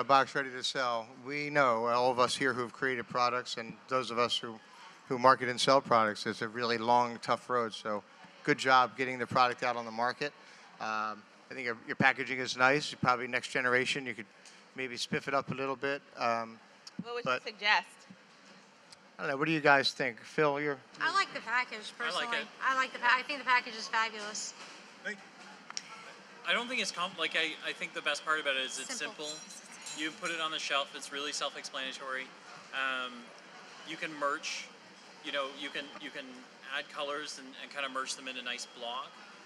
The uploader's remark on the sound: Live from the 2018 Pet Connections Expo. Before our panel of pet industry experts.